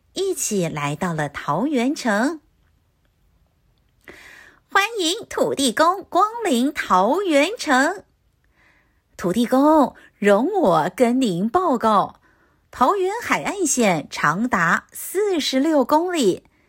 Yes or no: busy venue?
no